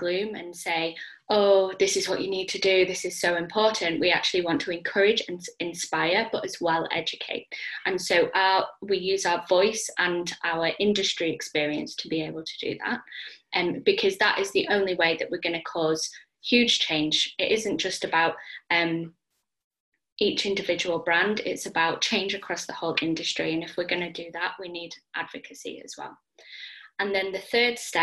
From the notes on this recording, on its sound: I sat down (over zoom!)